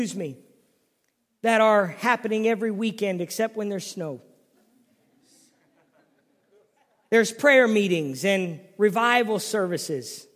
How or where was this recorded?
large echoing room